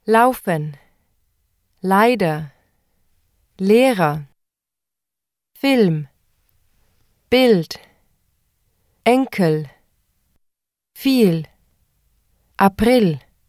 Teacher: English speakers usually pronounce an L from the back of the mouth with the tongue raised and the lips relaxed. When German speakers pronounce an L, the tongue is flat, with the tip behind the upper front teeth. The lips are not relaxed. · Term: German L